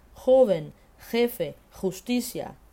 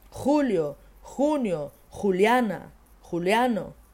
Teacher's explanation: O J, ele tem mais a ver com o som de um ronquinho do que de qualquer outra coisa.